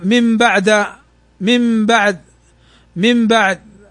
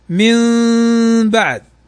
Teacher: نون بعدها الباء، هنا إقلاب، تقلب النون ميما · Shown in: second take